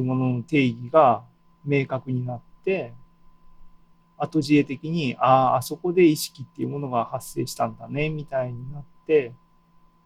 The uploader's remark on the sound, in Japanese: ２０２２年７月２７日に開催した ZOOMライブの模様です